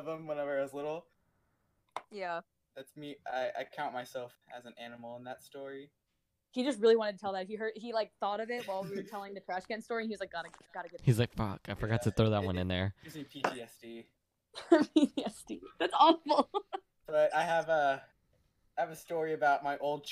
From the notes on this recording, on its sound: Audio a bit jank